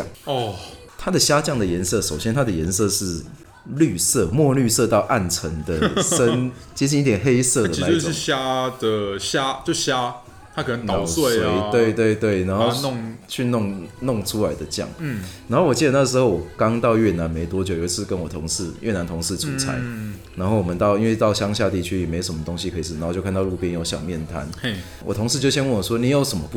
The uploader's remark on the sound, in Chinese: 本集白噪音指數：蚊風級 1/5。錄音地點： Kafemera - 卡菲米朗坊。